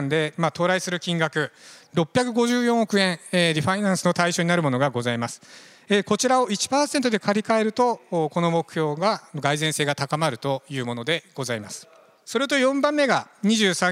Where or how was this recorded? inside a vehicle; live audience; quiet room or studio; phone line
live audience